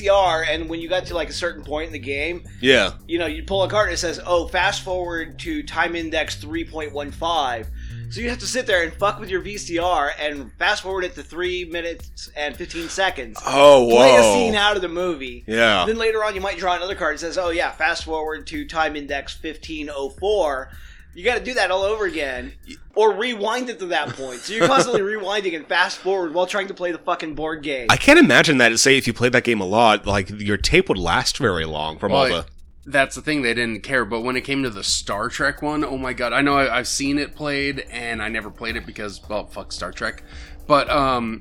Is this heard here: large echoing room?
no